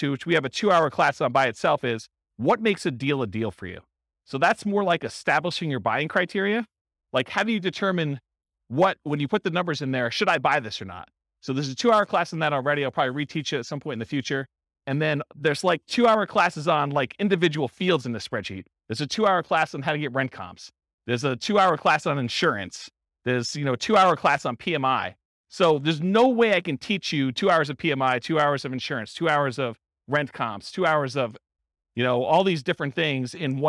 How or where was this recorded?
live audience